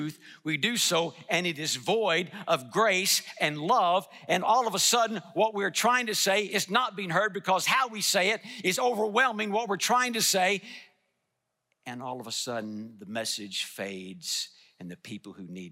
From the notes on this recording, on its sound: delivered a message in #SWBTSChapel